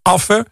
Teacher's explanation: de P wordt een, een F-klank, aap wordt affe. · Term: verschoven medeklinkers